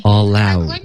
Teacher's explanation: 这个 ow 的音不能发嗷嗷嗷，刚刚变成一个嗷的音了，是 ow